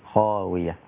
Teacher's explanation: هو بس لما تقف على خاوية، ده مد طبيعي، خاوية حركتين لا يزيد عن حركتين